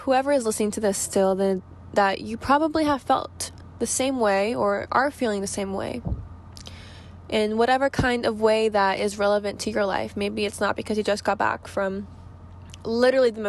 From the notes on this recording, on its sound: I sit down in my car before going to work, with no notes, nothing-- just me talking to you guys.